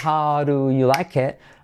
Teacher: con la D como R suave